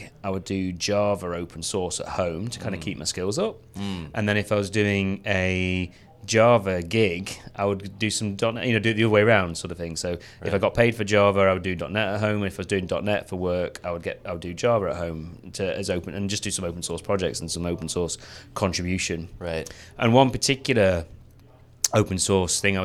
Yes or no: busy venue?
yes